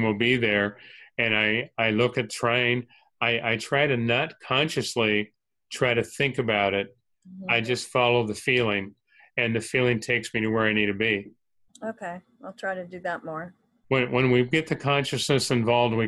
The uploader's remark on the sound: Spiritual Development Class held online via zoom.